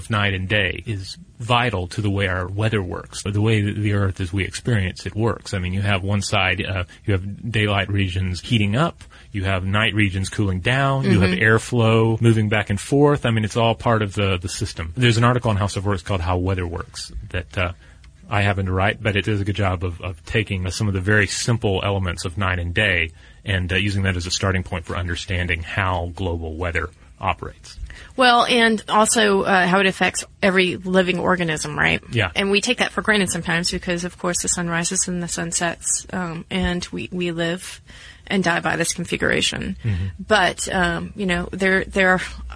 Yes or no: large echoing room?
no